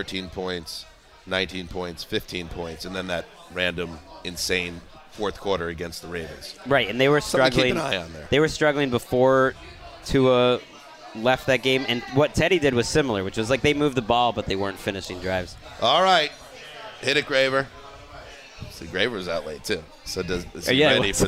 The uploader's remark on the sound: A table at the Wilton Arms pub in Knightsbridge